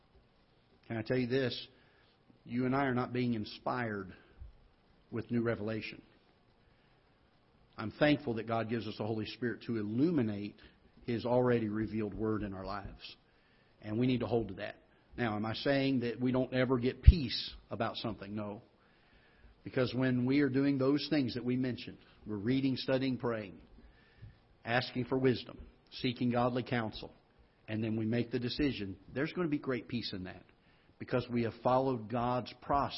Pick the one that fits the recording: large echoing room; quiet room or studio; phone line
large echoing room